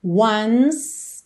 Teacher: do N vai direto pro S, tá? Não pronuncia o E.